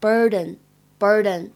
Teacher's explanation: 这个 burden 在读的时候呢，当中的长元音的呃，要注意呢，把舌头的前半部分呢，尽力地抬高 · IPA: [ɜ:]